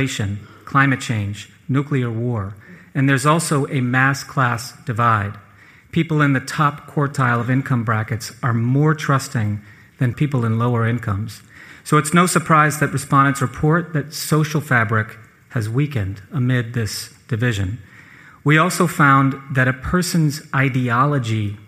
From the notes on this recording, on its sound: This episode was recorded live in front of an audience in Miami, a key financial center for Latin American investors.